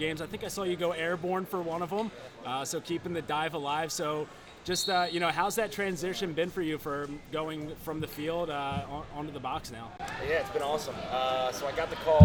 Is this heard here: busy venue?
yes